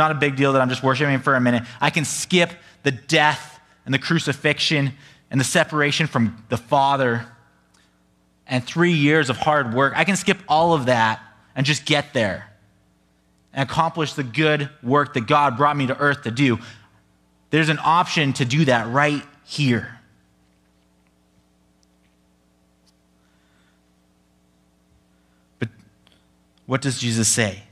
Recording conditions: large echoing room